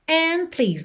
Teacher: de novo aqui você não ouviu o D do and